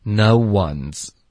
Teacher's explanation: 你的舌尖顶上去发 n，连发到 z 的时候会导致一点点爆破